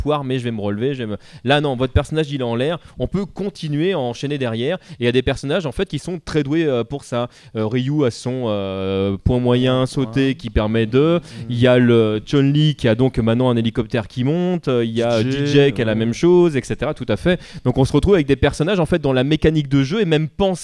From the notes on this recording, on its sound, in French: Cycle de conférences enregistré du 26 au 28 Avril 2013 lors du Stunfest à Rennes